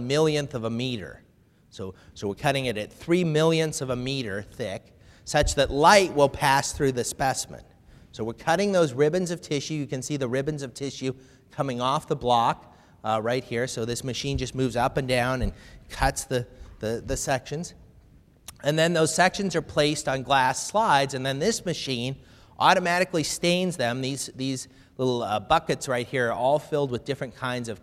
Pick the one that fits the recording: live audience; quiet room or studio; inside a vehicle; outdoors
live audience